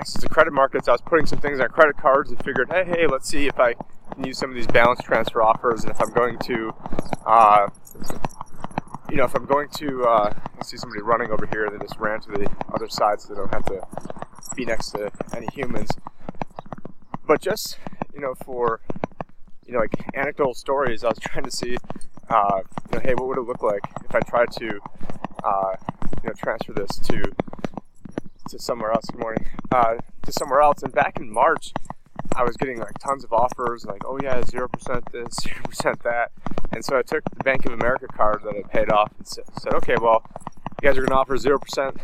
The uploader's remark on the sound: In this Walk and Talk